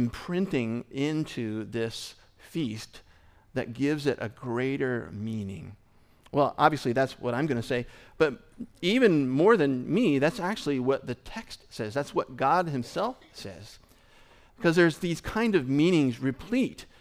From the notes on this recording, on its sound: Recorded at our Sunday gathering on April 23, 2023 in Port Orchard, WA.